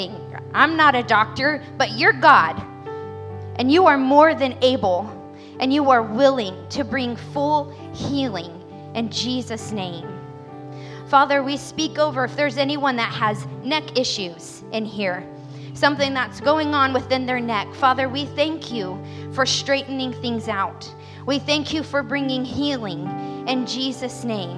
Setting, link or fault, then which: setting, large echoing room